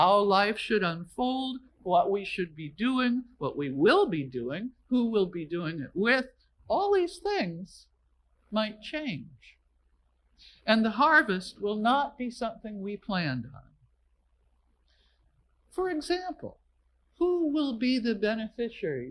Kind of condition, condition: setting, large echoing room